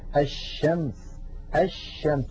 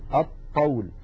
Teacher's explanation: يحولون اللام إلى طاء فيصير عندي طاءان، طاء ساكنة وطاء متحركة أي متماثلان، والأول ساكن فيدغمون الطاء الأولى في الثانية فيقولون الطول. · Term: إدغام